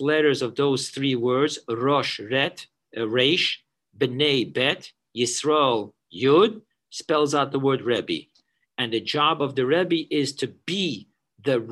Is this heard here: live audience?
no